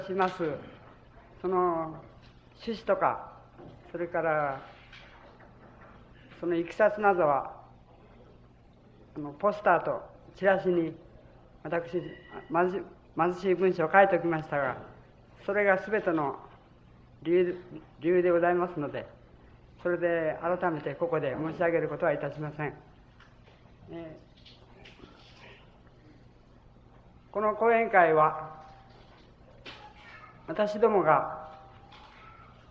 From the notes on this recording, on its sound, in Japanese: 場所：北九州市小倉・毎日会館ホール。北九州小倉にある書店、金榮堂の 創立65周年記念として行われた。暑いなか450名がかけつけた。音源は主催者提供。かなりクリア。